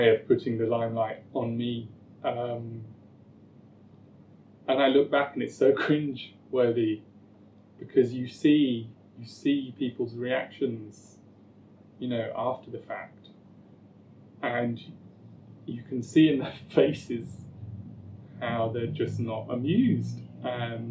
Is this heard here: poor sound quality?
yes